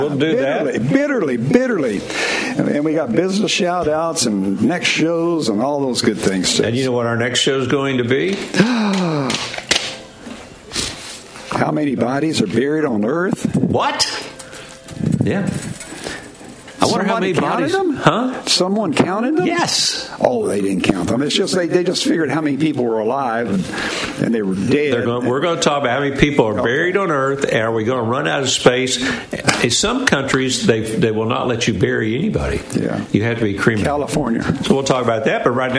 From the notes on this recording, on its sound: LIVE from Harrah’s Casino in Cherokee!